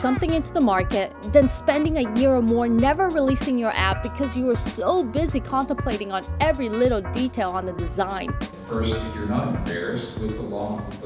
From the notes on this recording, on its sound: In this episode I attend a meetup event by Spring Startup School for Entrepreneurs where a panel of tech industry leaders share their advice.